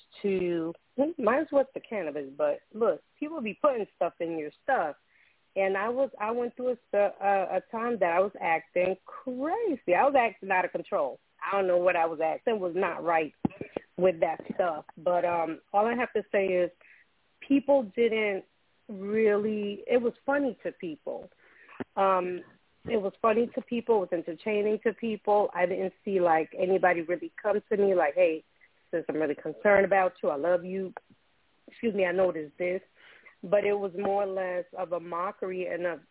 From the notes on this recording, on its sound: Those who call in will form a panel